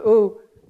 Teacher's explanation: a sound pronounced oo is phonetically both back and round